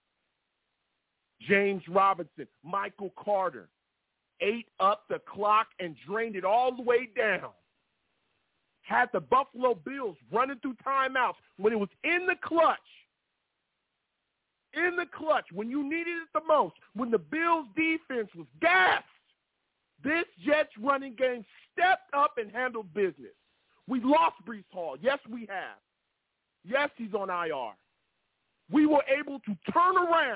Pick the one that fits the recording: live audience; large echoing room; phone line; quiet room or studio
phone line